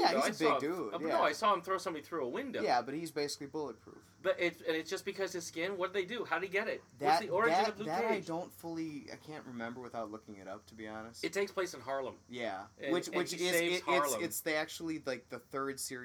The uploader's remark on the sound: A note on the audio: this is actually done on my screen porch outside so you get to enjoy the crickets and wind chimes in their native glory. Also, Im currently using a single mic for all participants.